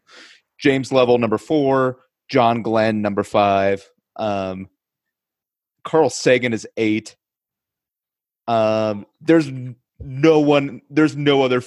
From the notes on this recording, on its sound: The audio for this podcast came directly from our Zoom call, so the quality is not up to usual standards.